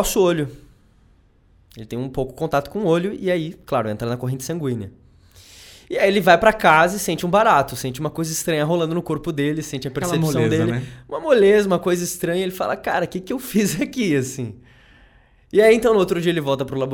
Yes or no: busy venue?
no